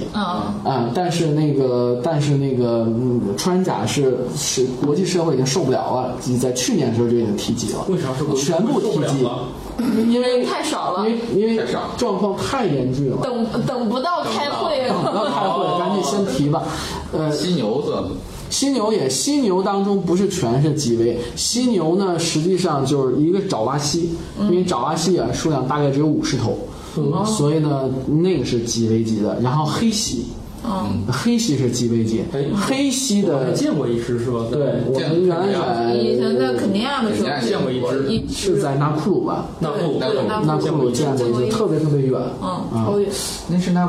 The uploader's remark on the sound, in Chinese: 本期节目为在张大妈办公区用录音笔录制，可能有街道上的杂音，请见谅。